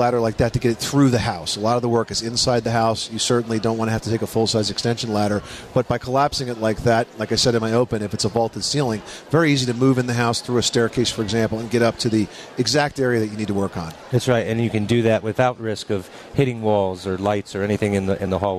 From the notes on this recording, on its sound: Live from the 2012 National Hardware Show.